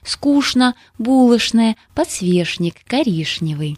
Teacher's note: регулярное произношение сочетания «чны» как «шны»